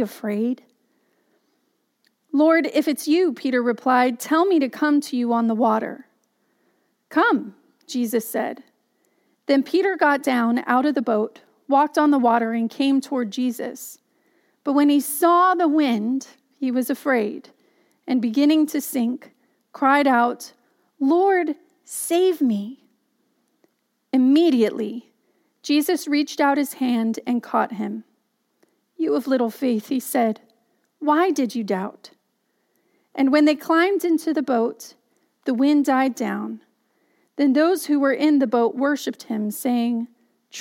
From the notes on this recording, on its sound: Message delivered during the Contemporary Worship Live Stream. Message delivered during the Contemporary Worship Live Stream.